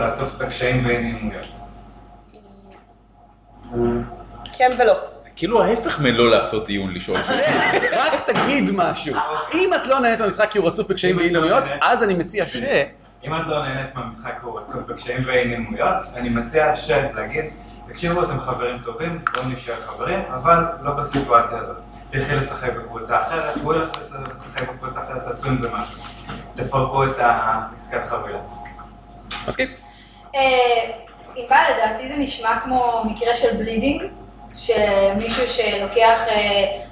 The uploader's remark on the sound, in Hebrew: חלק שני של ההקלטה שערכנו בערב המשחקים הגמדי ברומ"ח